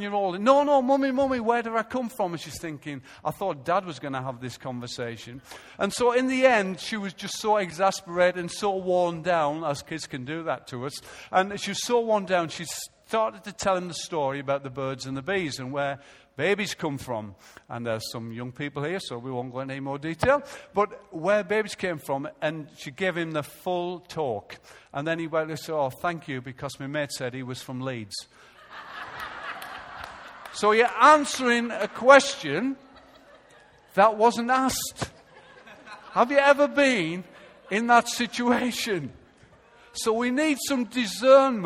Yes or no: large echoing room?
yes